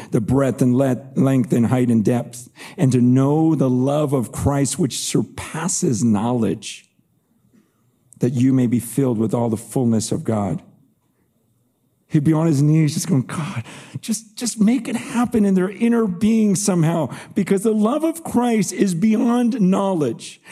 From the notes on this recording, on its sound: This podcast episode is a recording of that talk, along with the couch conversation I had with him and the audience Q & A. “Exiles in Babylon” 2023 conference.